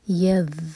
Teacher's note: ذال پر رخوا ہوتا ہے، تھوڑا سا ٹائم دیں گے ایکسٹرا، یذ، اور زبان آپ کی اوپر والے دانت کو ٹچ کرنی چاہیے، اور تھوڑی سی ٹپ باہر.